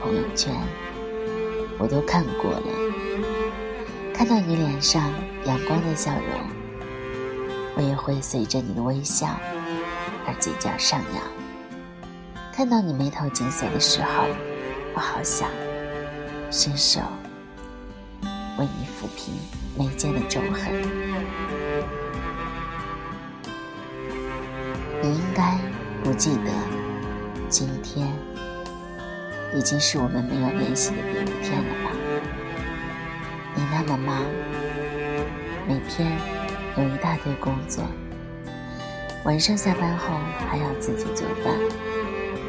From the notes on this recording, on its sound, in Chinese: 本期手机录制，声音有些低了